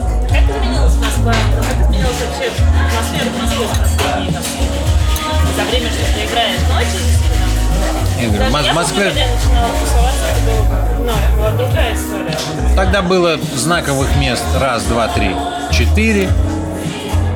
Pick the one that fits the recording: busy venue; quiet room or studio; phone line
busy venue